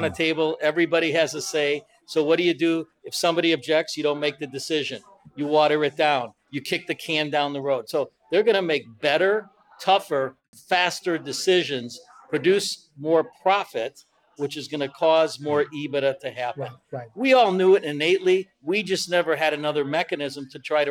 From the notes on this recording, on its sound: Is live from The Beer Temple in Chicago.